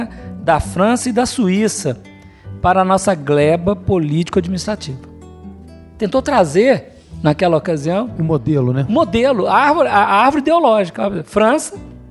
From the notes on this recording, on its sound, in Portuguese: Gravada no centro espírita Eurípedes Barsanulfo em Curitiba/PR.